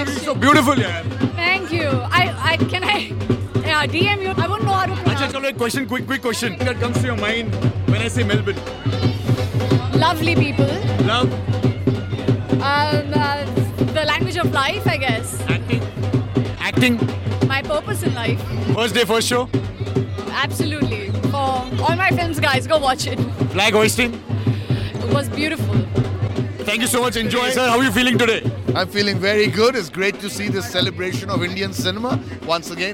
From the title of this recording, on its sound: Exclusive Red Carpet Interviews IFFM 2022